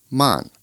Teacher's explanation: Man, that's pronounced with a fourth falling tone.